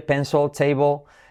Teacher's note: Esa L atrás casi ni se escucha. O sea, recuerda que la L, letra clave, cuando está al final de palabra casi no se oye.